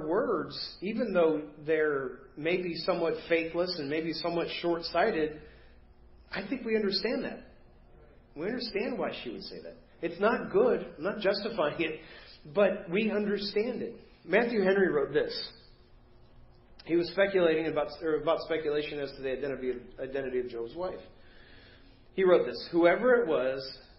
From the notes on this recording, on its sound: Preached at First Baptist Church of Hazel Park